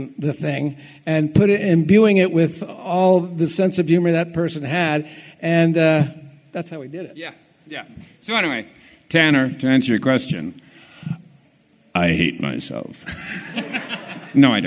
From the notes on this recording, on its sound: Today's episode features panel audio from the 50th Anniversary of Freakazoid at FanX in Salt Lake City!